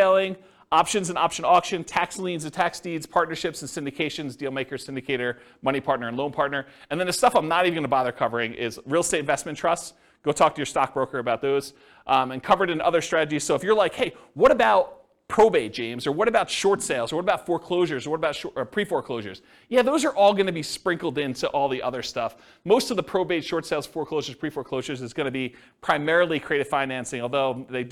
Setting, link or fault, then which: setting, live audience